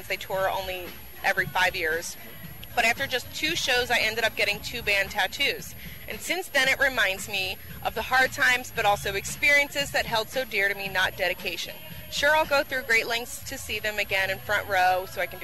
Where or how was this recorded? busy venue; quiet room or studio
busy venue